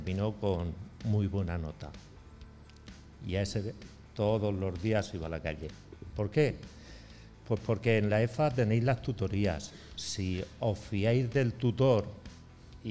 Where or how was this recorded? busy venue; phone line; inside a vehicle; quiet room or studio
busy venue